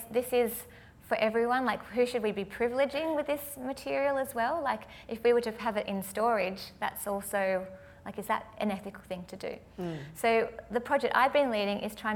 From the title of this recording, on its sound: Live at the AM